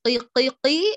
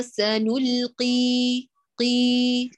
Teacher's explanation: هات القاف صيحة قي، وأعطيها تفخيما نسبيا مع إتمام الكسر · Shown in: second take